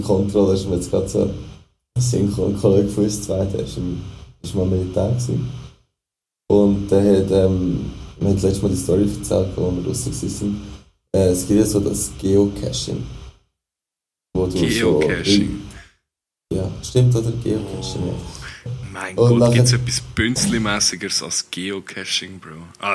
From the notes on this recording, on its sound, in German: Mir kämpfed no bitzli mitem Ton aber es chund guet.